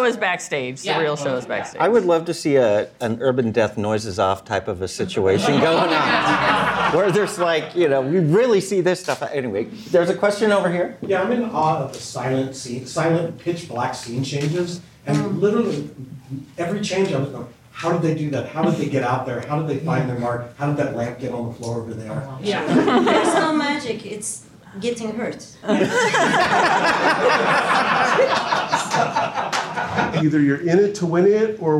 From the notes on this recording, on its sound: Today’s episode is a recording from our first meet-up of the season which we did in partnership with Horrorbuzz.